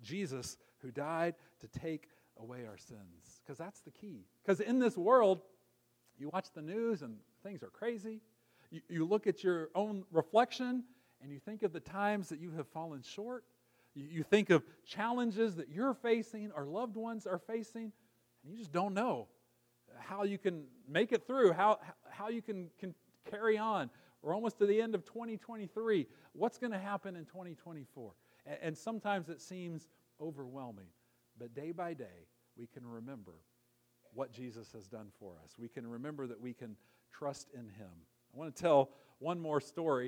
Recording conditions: large echoing room